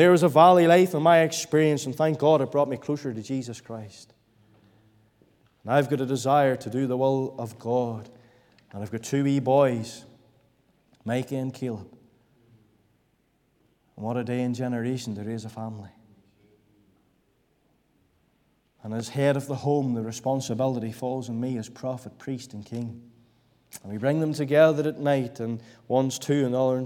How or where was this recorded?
large echoing room